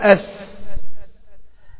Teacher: آدي عندك النفس بيجري والصوت كمان بيجري، يعني فيها همس وفيها رخاوة